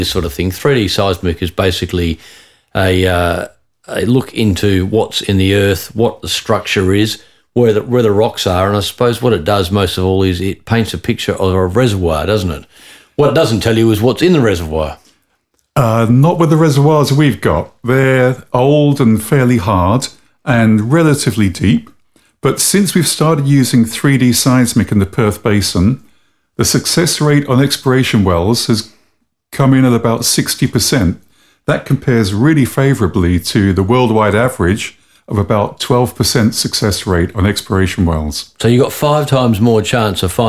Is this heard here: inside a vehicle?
no